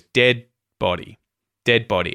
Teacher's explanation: The other interesting thing here pronunciation-wise is that the word dead gets muted at the end. The D sound at the end of the word dead gets muted because the next sound to come out of your mouth is a consonant sound, B, the B sound in body, dead body.